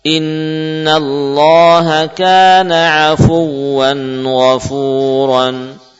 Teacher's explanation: Ini tampakkan tasydid pada wawu. Afuwan. Dengan memberikan nabr. Naiknya suara afuwan